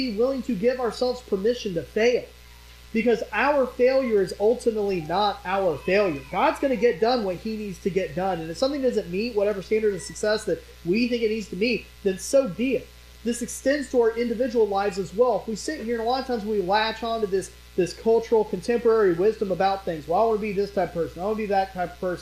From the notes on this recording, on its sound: During this sermon, the pastor's mic was muted from recording so the audio was salvaged from other microphones on the stage. As a result, the quality is very low.